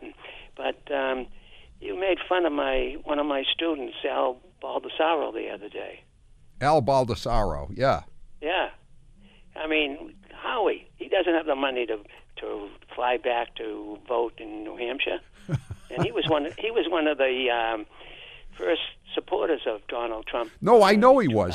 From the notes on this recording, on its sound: Granite Staters call in to share their sentiments toward the former president and the neocon.